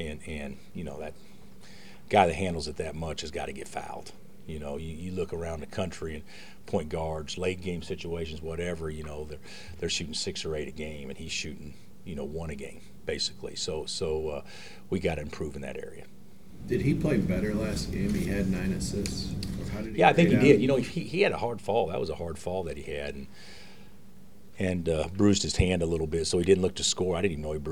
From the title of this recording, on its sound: Press Conferences & Post-Game Interviews